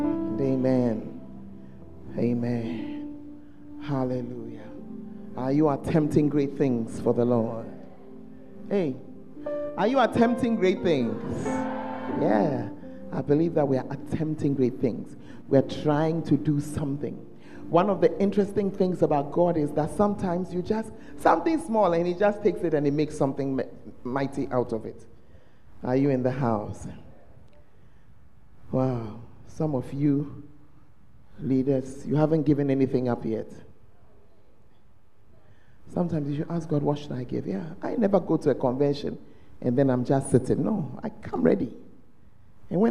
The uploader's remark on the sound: on Day Two of The Proton Convention at The Fountain of Life Cathedral